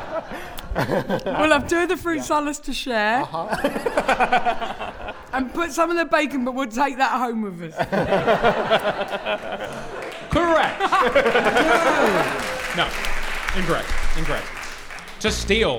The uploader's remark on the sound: An episode recorded at Kings Place as part of the 2016 London Podcast Festival. Live at London Podcast Festival. An episode recorded at Kings Place as part of the 2016 London Podcast Festival.